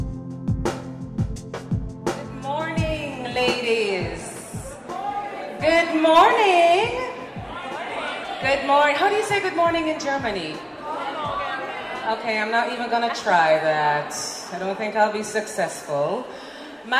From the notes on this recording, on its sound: This podcast section was recorded live at WIFT International's Future of Storytelling event.